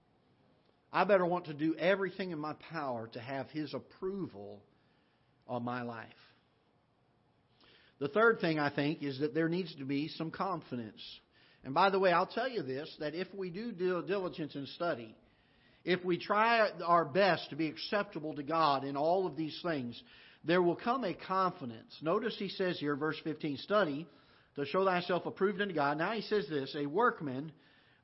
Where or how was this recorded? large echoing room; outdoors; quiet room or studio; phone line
large echoing room